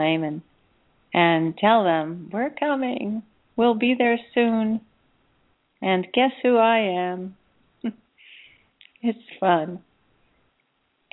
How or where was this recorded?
phone line